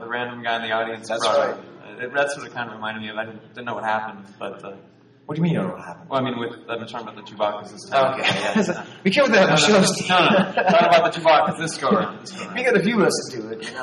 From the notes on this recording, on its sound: The sound quality is a bit rough, and most of the room sale audio was lost.